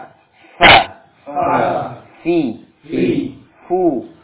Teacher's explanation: Makhrajnya di bibir, bibir bawah dengan ujung dua gigi seri atas. · Term: huruf fa